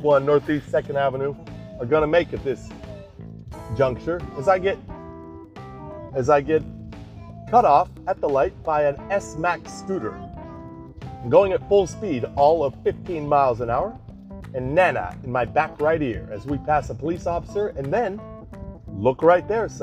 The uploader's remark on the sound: The segment today begins with us driving off the lot of a daycare school in NBV and heading towards the West Elm store in midtown.